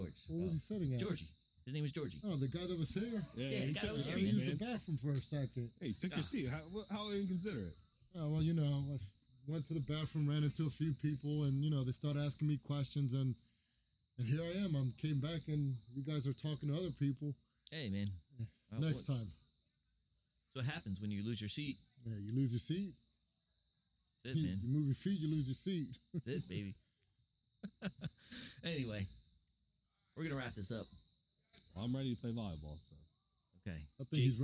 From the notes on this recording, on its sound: We did something different with this episode and doing a show outside.